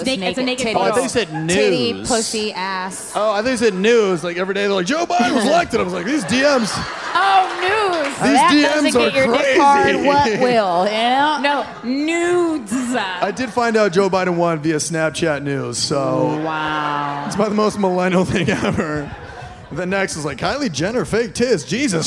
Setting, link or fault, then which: setting, live audience